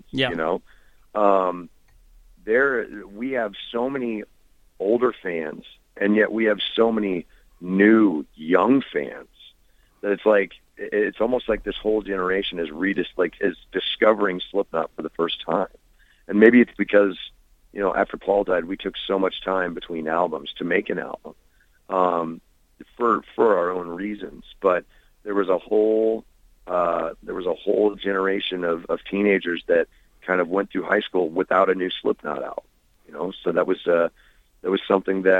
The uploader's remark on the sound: called